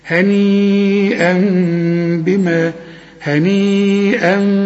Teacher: اقلب التنوين لميم ونخفيها بالشفايف ونغنها. هنيئا بما هنيئا اوعى تضمني شفايفك وهو تستعمل لسانك. · Term: اقلاب